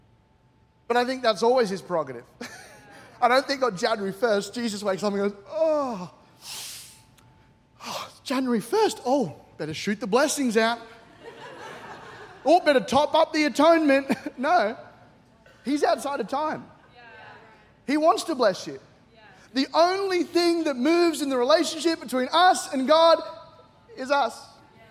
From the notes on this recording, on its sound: C3 Powerhouse. Recorded during our 9am service on Sunday, the 14th of January 2024.